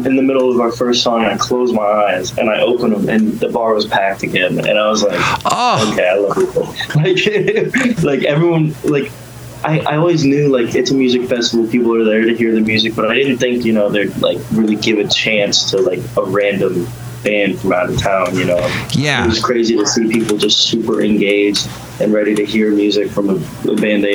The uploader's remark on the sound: podcasts live from Café Anyway